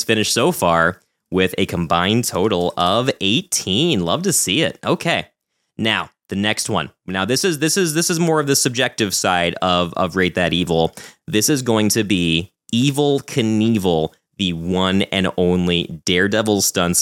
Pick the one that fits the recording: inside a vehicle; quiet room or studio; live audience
quiet room or studio